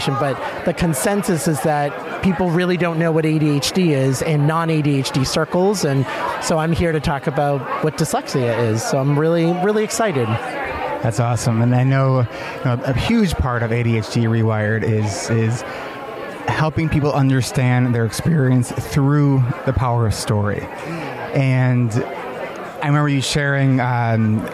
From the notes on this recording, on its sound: Stories from the CHADD Conference 2016. This conversation took place at the beginning of the conference.